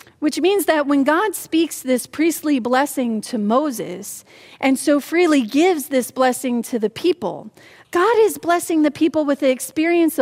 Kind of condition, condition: setting, large echoing room